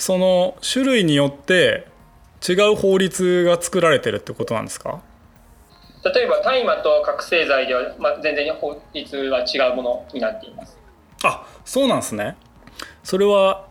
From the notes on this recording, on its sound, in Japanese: 収録はzoomを活用して遠隔で行いました。音声が聞きづらい部分がある点、ご了承ください。